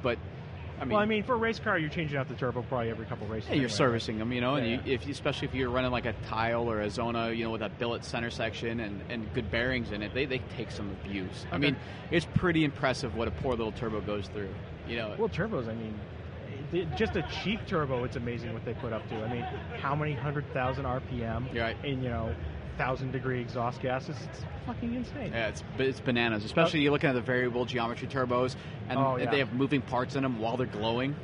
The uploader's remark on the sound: BBI Autosport live from SEMA 2015.